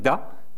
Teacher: Et ça donne da, qui est coronal, c'est-à-dire qui est à mi-chemin entre ba et ga. Et si vous prenez ba et ga et que vous le faites vous-même, vous entendrez très bien que le da est à mi-chemin entre les deux.